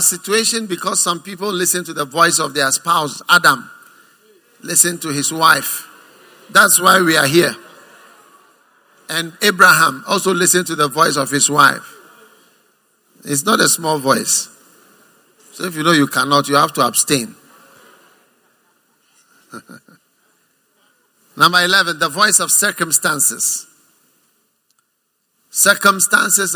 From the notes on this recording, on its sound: Preached at the First Love Center, Accra.